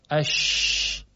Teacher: در تلفظ حرف شین وسط زبان نزدیک میشه به سقف دهان، اش، یک شیار، یک مجرای تنگ ایجاد میشه و وقتی که هوا از این فاصله، از این تنگی عبور میکنه، این هوا منتشر میشه رو سطح زبان و صدای شین به صورت صفت تفشی شنیده میشه، همون احتکاکه که در آواشناسی بحثش میشه.